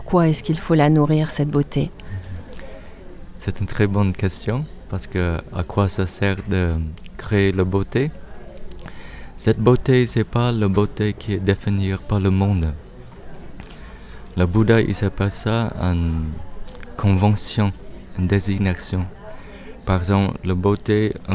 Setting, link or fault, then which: setting, outdoors